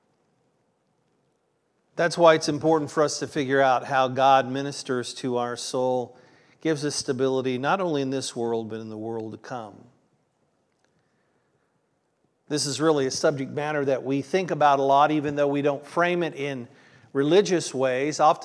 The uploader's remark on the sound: This was originally recorded on June 25th, 2023 at Palestine Church of Christ.